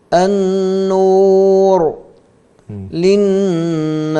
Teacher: هذا لام شمسية، لام بعدها نون، أو متقاربين، صغير حكمه الإدغام الكامل